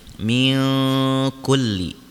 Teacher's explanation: Kemudian mil kulli, di sini ada hukum ikhfa karena nun mati yang bertemu dengan huruf ikhfa yaitu huruf kaf, maka nunnya disamarkan bersama dengan dengung mil kulli. Ya, kemudian yang terakhir mil kulli amr, di sini ada hukum ro, ro yang dibaca tebal karena ro-nya diwakofkan atau disukunkan sebelumnya sukun dan sebelumnya berharokat fathah.